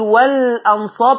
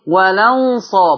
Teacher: يبقى اللام مفتوحة على طول. يبقى والهمزة تتحذف · Shown in: second take · Term: نقل